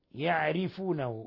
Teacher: لاحظوا ترقيق الراء، يعرفونه لأنها مكسورة كسرا خالصا، كسرا لازما أصليا.